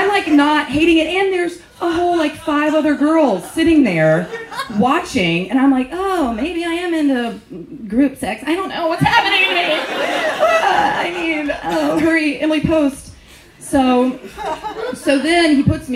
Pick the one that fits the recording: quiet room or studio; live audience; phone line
live audience